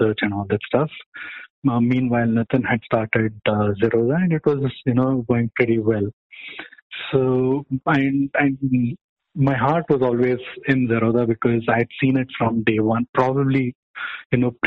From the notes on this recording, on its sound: this is very raw, recorded over a phone call